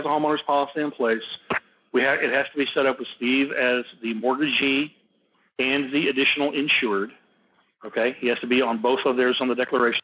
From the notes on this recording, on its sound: Live Call. Impromptu phone call.